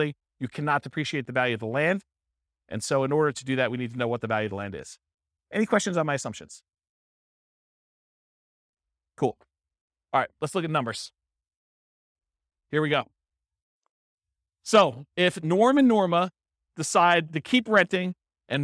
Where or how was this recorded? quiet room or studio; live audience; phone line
live audience